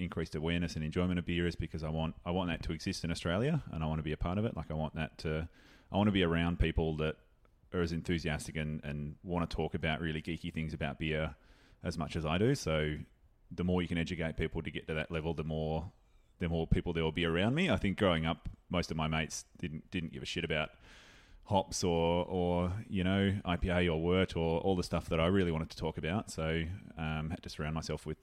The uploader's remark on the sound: The episode was recorded at the 3 Ravens Brewery in Thornbury.